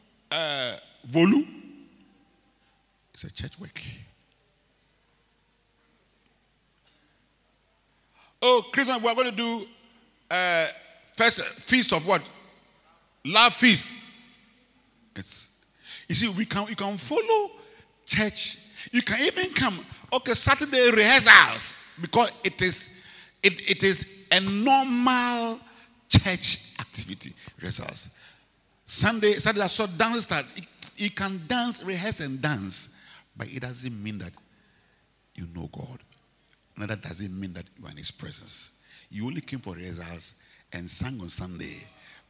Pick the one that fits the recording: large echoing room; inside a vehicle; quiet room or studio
large echoing room